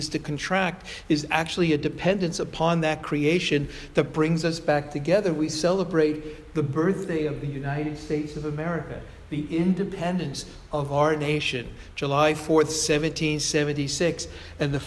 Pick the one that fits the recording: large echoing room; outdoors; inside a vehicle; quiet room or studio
large echoing room